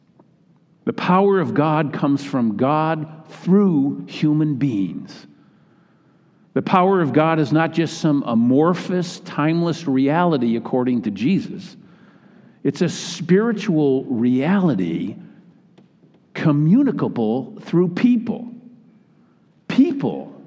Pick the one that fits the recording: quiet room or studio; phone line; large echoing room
large echoing room